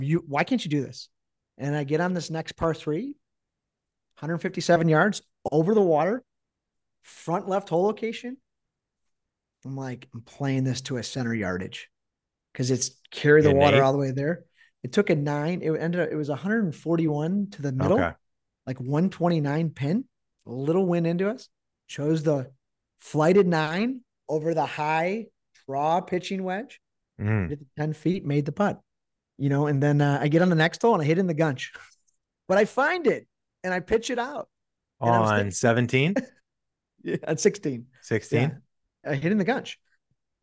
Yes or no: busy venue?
no